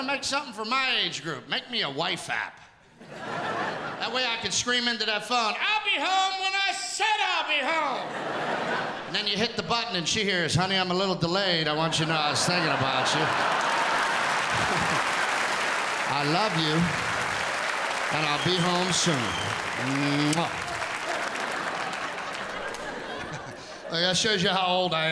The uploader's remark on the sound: Returns home to Pittsburgh, where all the funny began for him, in a one-hour live event that celebrates working-class America.